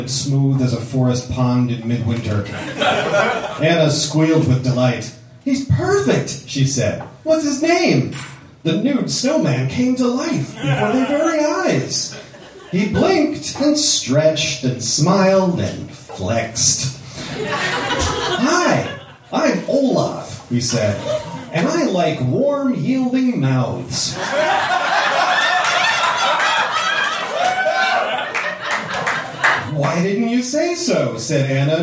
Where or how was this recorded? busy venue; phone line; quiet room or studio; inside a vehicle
busy venue